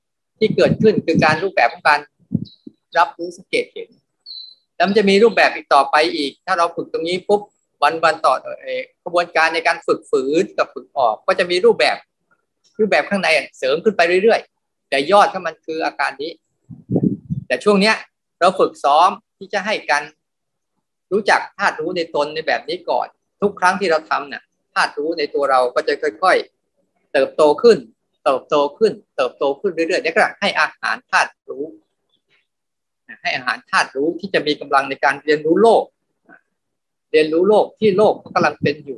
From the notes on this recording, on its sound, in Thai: คอร์สออนไลน์ (ผ่านโปรแกรม Zoom)